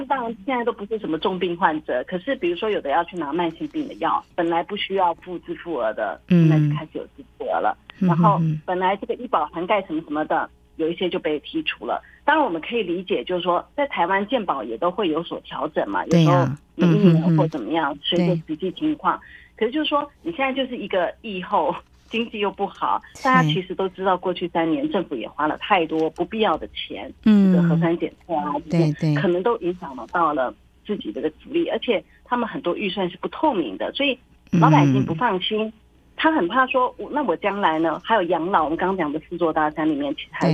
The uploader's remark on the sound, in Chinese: 連線訪問中央社駐上海記者